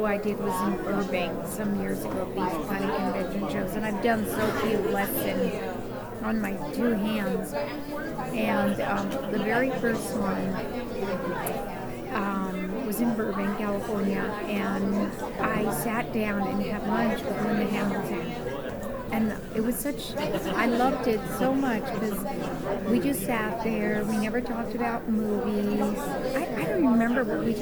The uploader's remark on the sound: Live At Pittsburgh's Horror Realm Con